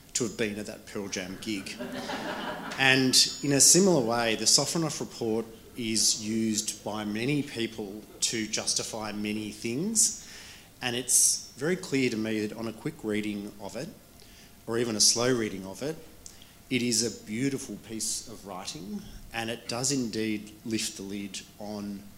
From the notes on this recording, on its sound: Welcome to a special "recorded live" episode of the wigs! The Wigs were invited to attend and live record an episode at the Australian Criminal Law Congress 2023 in Byron Bay. To live record the episode before an audience of lawyers from across Australia.